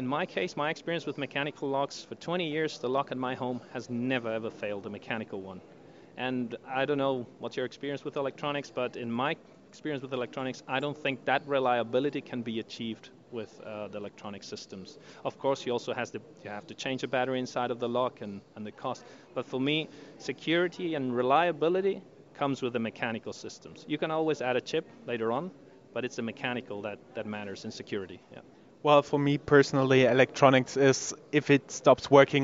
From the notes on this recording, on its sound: Roadtrip Interviews from #CODE_n Festival. Four short interviews in English, within this audio file.